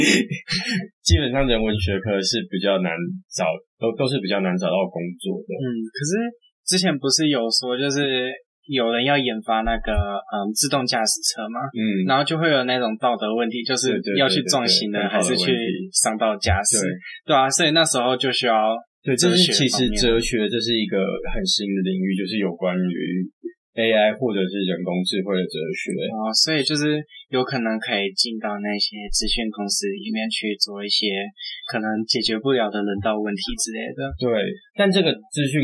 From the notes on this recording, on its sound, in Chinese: 這次去噪後音質超差，早知道當初就別買電容式的麥克風了